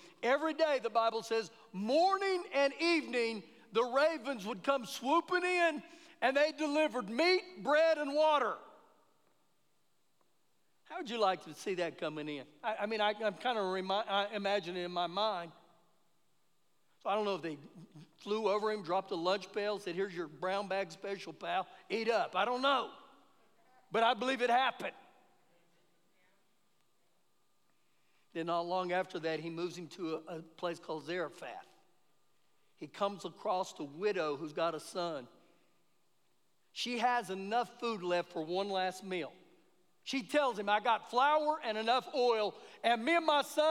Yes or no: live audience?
yes